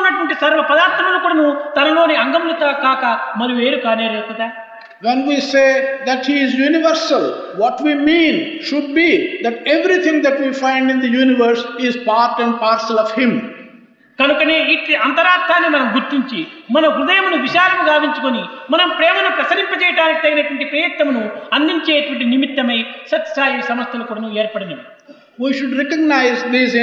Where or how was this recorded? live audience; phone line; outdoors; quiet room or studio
live audience